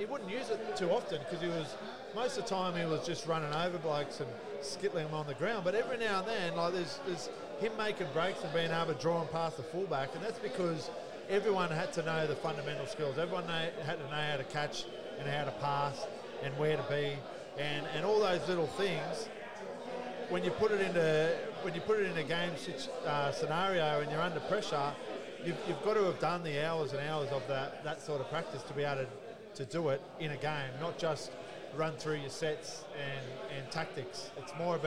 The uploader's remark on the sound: Sounds From The 2023 BGA Reunion Luncheon. Was working the microphone as he caught up with a cracking group of former players and officials.